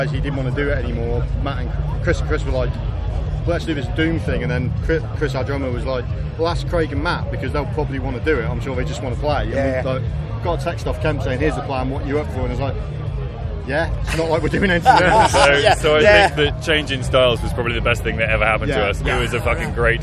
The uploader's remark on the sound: at Bloodstock Festival 2022 ahead of their set on the Jaiger Stage.